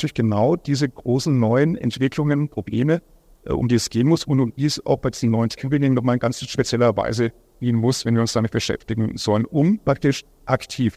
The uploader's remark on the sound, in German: Podiumsdiskussion am Sommerfest